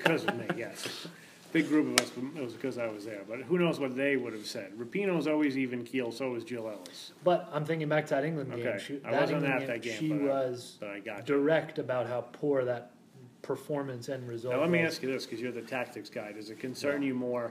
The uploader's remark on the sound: Live from the SheBelieves Cup